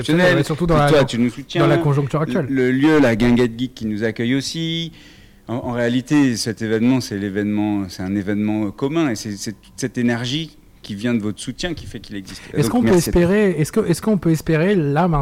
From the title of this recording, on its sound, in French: MELUN SUP FESTIVAL - INTERVIEW